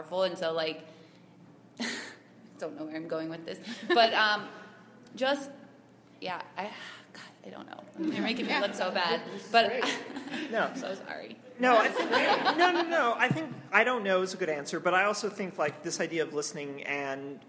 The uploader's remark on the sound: ClexaCon 2017 Allies in the Media panel